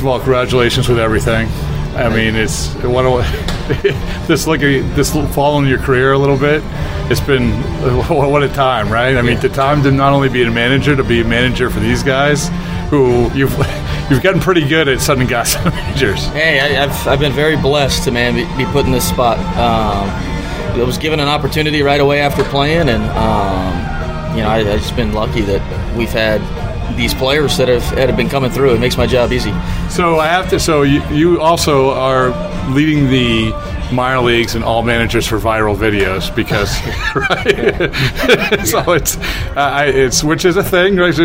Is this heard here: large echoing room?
no